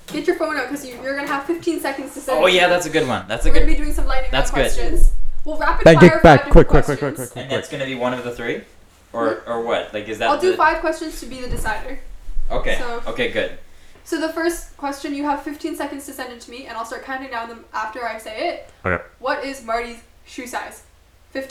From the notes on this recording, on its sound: The audio kinda sucks on this one, sorry about that.